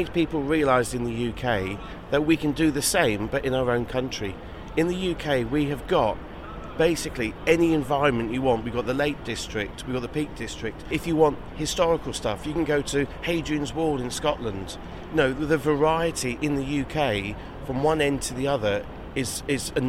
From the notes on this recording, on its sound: February Caravan, Camping and Motorhome Show 2022. Recorded on the floor of the show with no chairs available to sit. Hit ‘stop’ on the recorder before the painful groans as they both tried to stand up again.